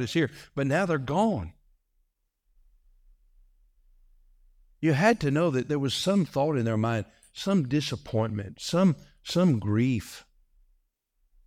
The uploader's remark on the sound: This message was delivered on November 5, 2023, during the morning service.